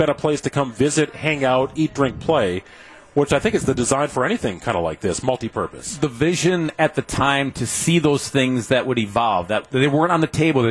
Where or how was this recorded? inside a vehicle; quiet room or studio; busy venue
busy venue